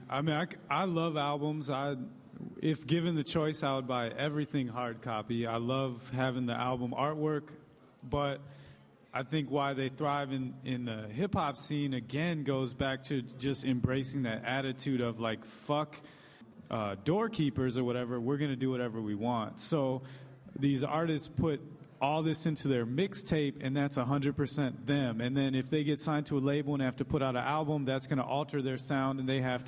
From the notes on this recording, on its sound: In a live podcast panel recorded last month at Rockit Bar & Grill